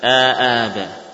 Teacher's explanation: Berapa panjang fathah yang diikuti alif? Ya, panjangnya harokatain, dua harokat.